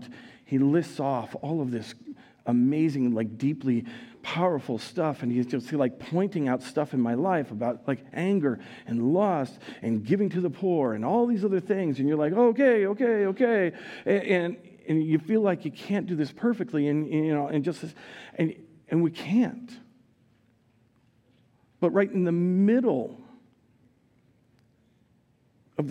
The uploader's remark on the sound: Recorded live at Word of Life Church in Le Sueur, Minnesota, on April 23, 2023